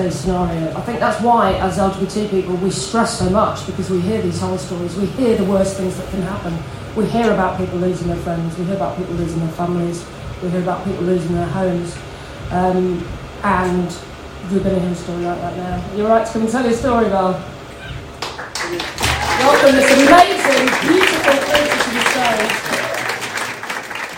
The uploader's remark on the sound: Polari at G-A-Y Manchester